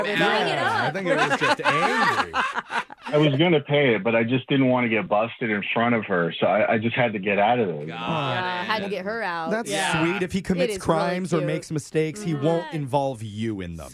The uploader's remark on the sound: The woman on the phone